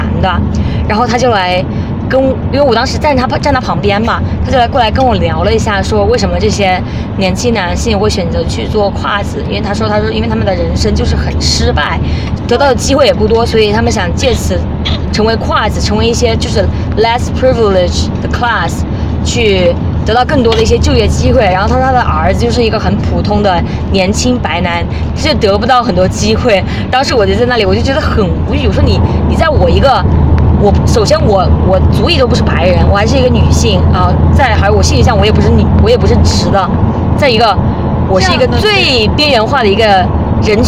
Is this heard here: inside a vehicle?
yes